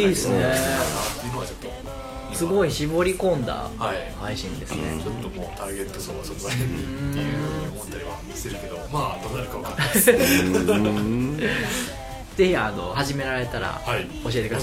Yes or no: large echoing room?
no